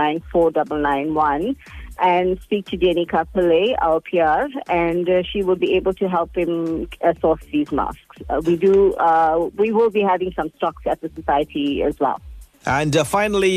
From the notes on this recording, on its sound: joins me live on the line now